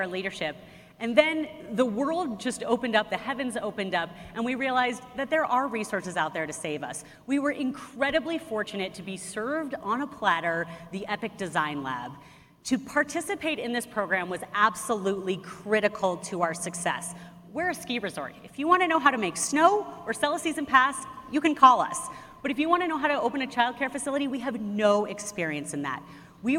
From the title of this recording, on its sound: Panel Discussion from the EPIC Annual Meeting